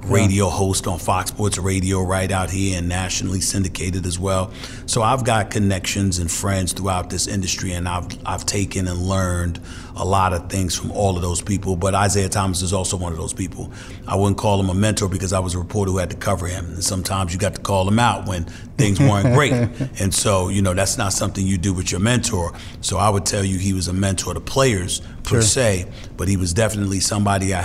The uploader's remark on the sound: Live from the Pump Brothers Foundation Charity Gala